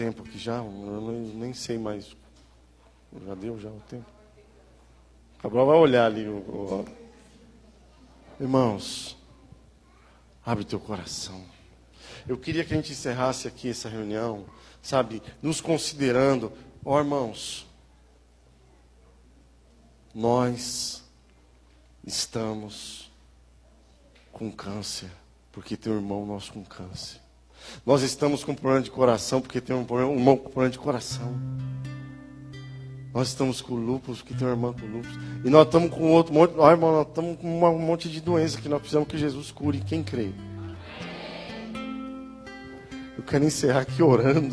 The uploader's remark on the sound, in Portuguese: Áudio de ministração presencial